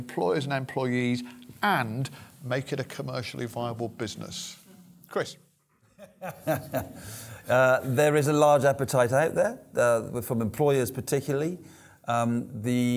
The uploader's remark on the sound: The Financial Wellbeing Conference 2019. Under the iconic wings of Concorde. Panel Discussion from the conference.